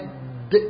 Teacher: اللسان مقفول خالص في حرف زي الدال اد بيبقى شديد